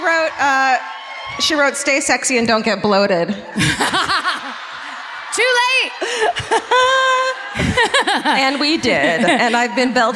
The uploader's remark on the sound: Live at the Civic Theatre in San Diego